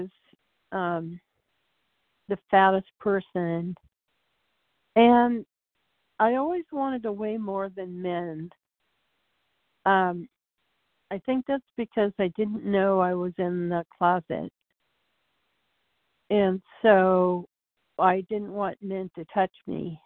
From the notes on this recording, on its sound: from the 100 Pounders Phone Meeting, 2/12/24.